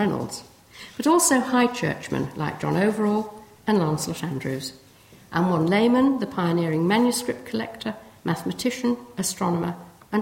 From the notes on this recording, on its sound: First in the King James Bible Anniversary lecture at Corpus Christi College.